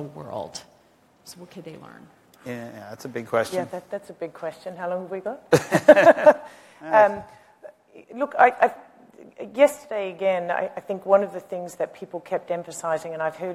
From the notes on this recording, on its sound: The best of live interviews from GreenBiz events.